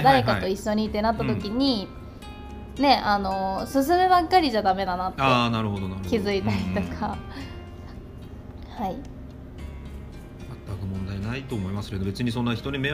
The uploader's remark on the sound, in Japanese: 少し音声がノイジーで申し訳ございません。